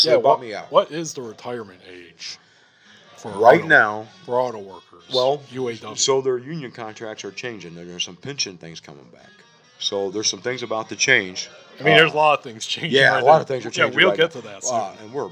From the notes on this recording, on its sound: Recorded at the Bourgeois Pig Cafe in Chicago.